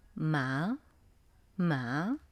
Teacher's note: 第二个声调是从中音向上升 · Term: 第二声